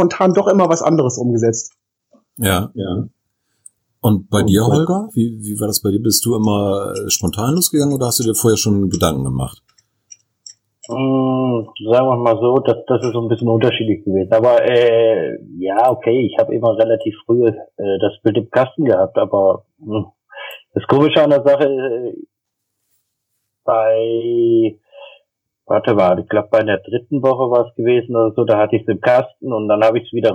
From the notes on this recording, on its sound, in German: Leider hatten wir erhebliche technische Probleme, die Tonqualität lässt echt zu wünschen übrig.